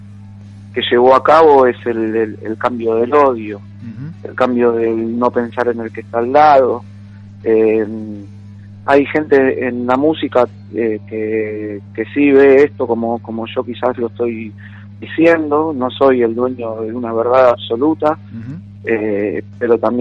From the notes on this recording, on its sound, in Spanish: Entrevista telefónica.